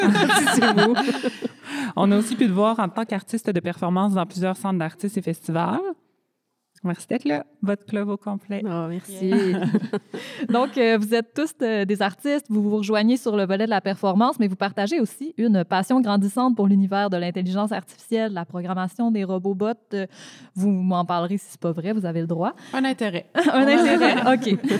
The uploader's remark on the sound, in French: À l’occasion du festival Tendresse! Organisé par le Centre d’artistes Caravansérail de Rimouski. Dans le cadre d’un épisode enregistré devant public. Au moment d’enregistrer cet épisode, le collectif achevait tout juste une résidence de création d’une semaine à Caravansérail dans le cadre de Tendresse!